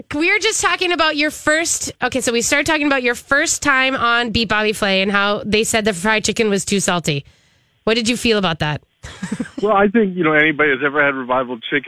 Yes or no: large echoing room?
no